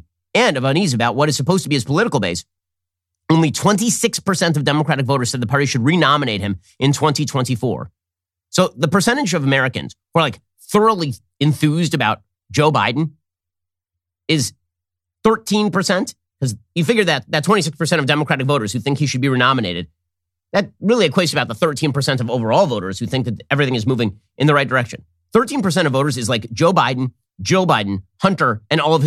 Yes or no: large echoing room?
no